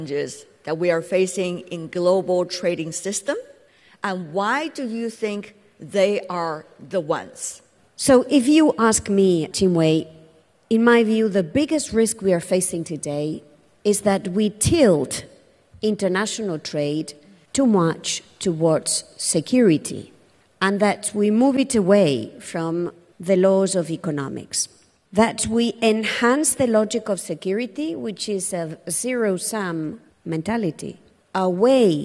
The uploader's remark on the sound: At the Sixth Hongqiao International Economic Forum, we host a panel